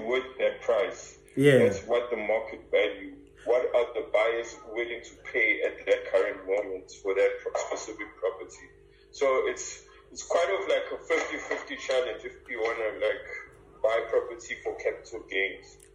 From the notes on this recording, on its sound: Had a telephone Call.